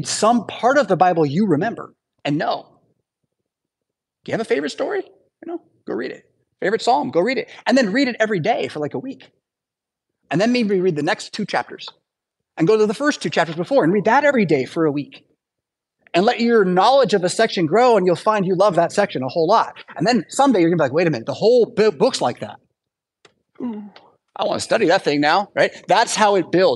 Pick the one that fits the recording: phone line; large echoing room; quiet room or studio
large echoing room